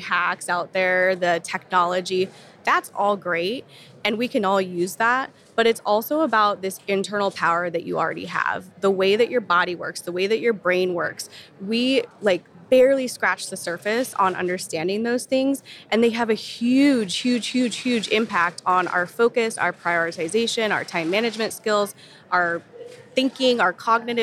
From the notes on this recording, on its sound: interview on the show floor of last year’s B2B Sales & Marketing Exchange